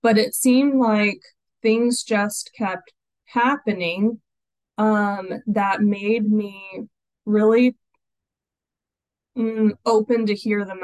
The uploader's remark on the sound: Grace Group Zoom Meeting. At the Grace Group Zoom Series in Hattiesburg, MS.